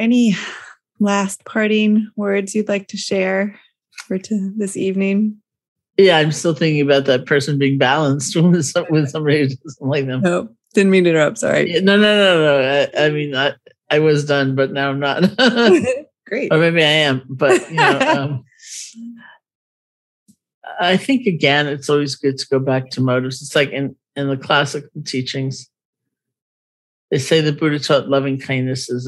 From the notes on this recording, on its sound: Today’s episode was recorded as part of the Ram Dass Fellowship’s regular online gatherings.